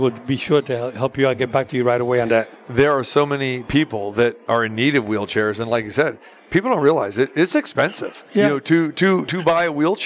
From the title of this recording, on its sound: Live from the Super Book at the Westgate Las Vegas